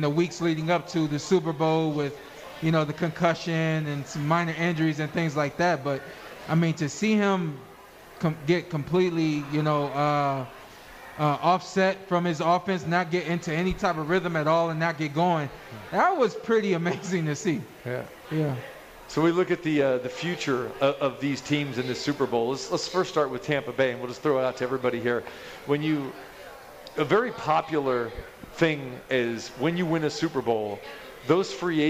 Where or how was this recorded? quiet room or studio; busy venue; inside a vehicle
busy venue